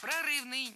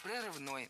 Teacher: Прорывный, неверно, правильно, прорывной. Ударение в этом прилагательном падает на окончание. · Shown in: second take